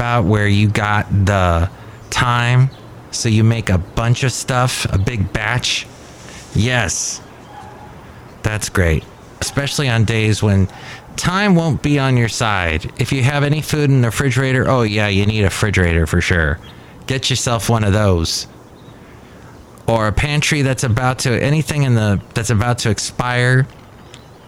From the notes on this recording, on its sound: podcasts live from Café Anyway